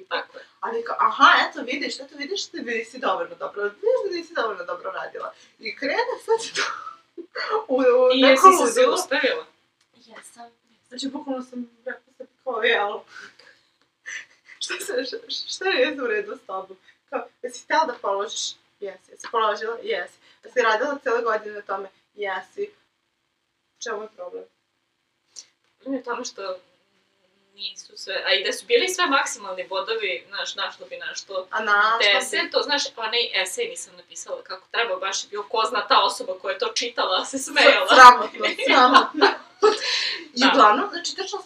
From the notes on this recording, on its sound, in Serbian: U #PodcastingFail ide to kako smo u ovoj epizodi snimile zvuk. S obzirom na to da se aktivno borimo protiv perfekcionizma, odlučile smo da ipak okačimo epizodu, a vi pojačajte zvuk.